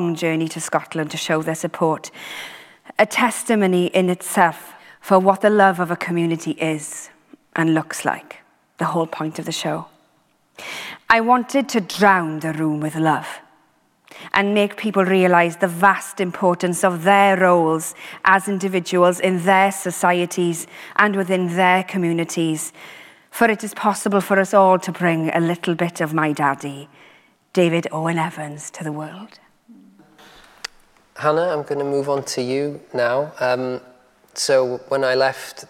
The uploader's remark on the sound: This is the second part of our conversation recorded live at St John's Church in Cardiff. In front of a live audience.